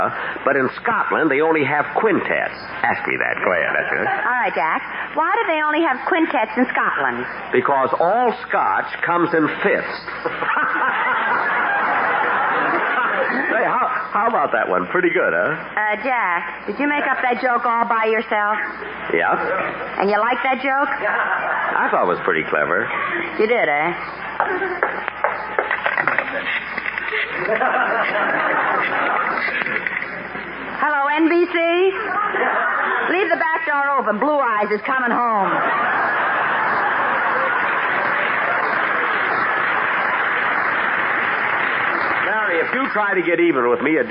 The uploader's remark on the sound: Even the audience has a birthday greeting